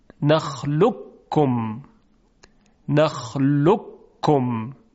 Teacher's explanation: حرف قاف در کاف ادغام میشه · Term: ادغام متقاربین